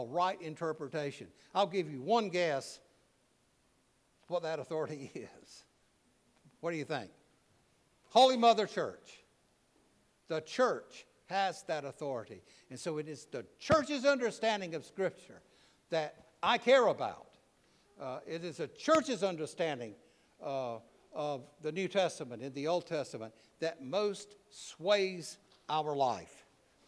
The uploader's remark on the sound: preached at All Saints Anglican Church in Charlottesville, VA on June 11, 2023